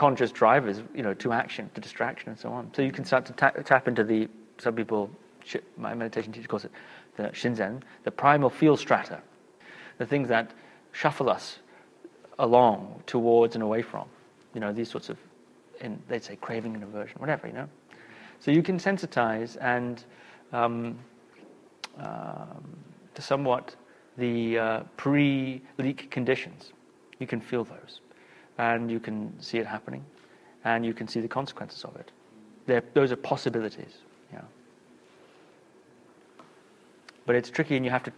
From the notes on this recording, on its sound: a Q&A from their Lineage and Liberation Workshop